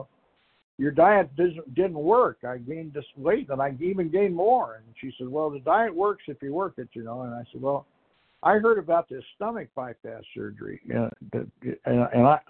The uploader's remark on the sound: Qualification from the 100 Pounders Phone Meeting.